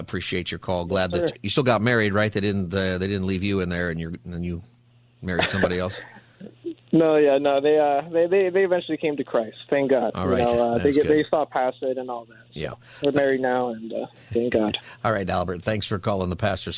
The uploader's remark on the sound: We also continue Open Phone Friday taking calls on any topic.